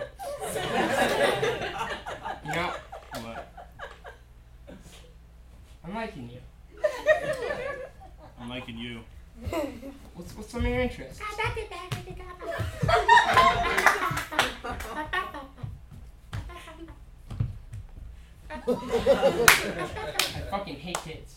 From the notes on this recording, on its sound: Two actors perform four 60-second scenes, each taking place at different points in time, based on suggestions from the audience! Pity Applause performs live improv comedy every other Friday in Brooklyn, NY!